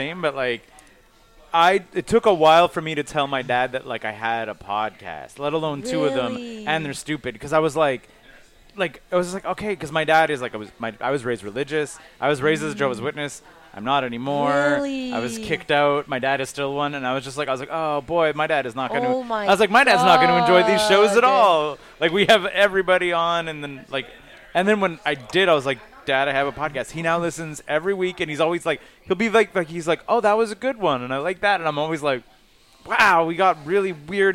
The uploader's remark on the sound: At the back of Grumpy’s to record this podcast.